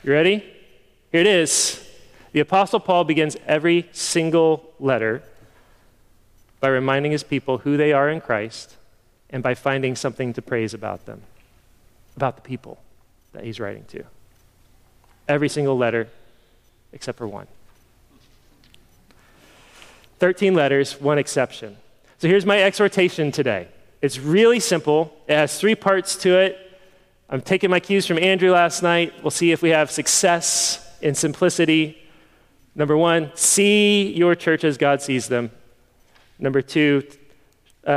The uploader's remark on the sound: Sermon preached at the October 2022 meeting of Evangel Presbytery.